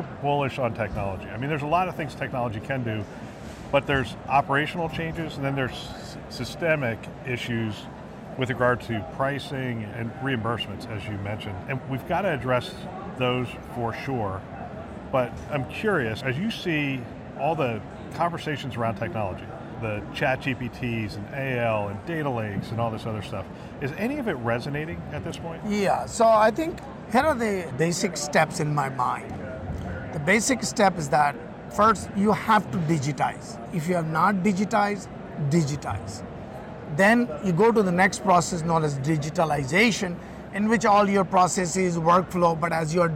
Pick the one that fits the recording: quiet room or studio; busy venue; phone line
busy venue